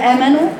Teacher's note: الهمزة قلت لكم ده حرف قوي جدا، حرف شديد، حرف مجهور